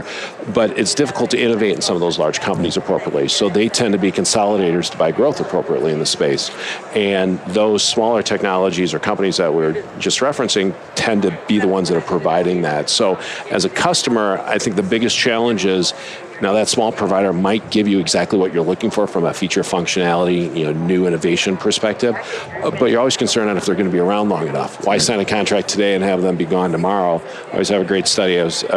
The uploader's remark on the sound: LIVE from Las Vegas, at #HRTechConf